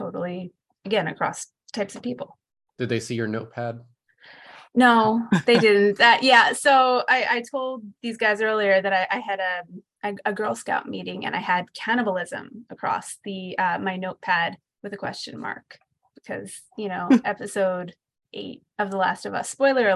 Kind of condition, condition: link, video call